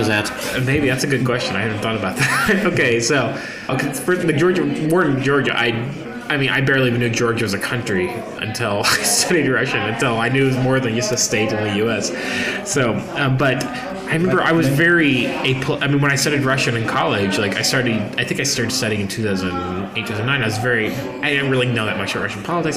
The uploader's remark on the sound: Sorry for the background noise, we talked in a pub that was almost empty when we started but became quite crowded in the course of the conversation.